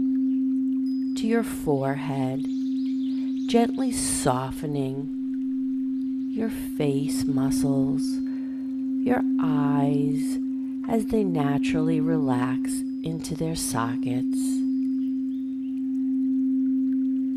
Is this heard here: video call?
no